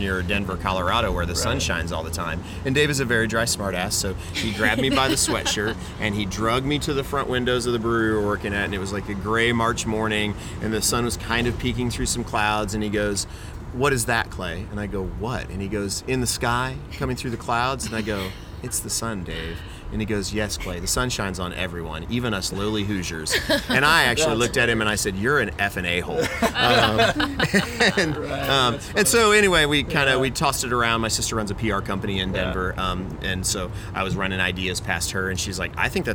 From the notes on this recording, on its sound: LIVE at Sun King Brewery in downtown Indianapolis!